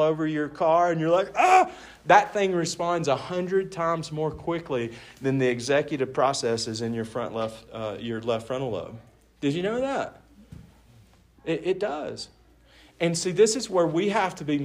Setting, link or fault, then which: setting, live audience